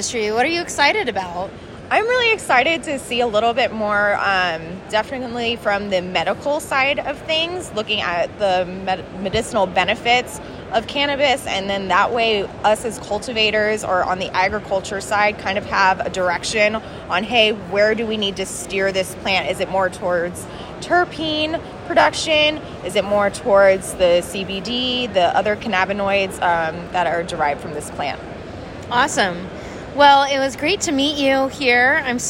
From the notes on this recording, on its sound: on the expo floor to hear the answers of consultants, equipment manufacturers, and event organizers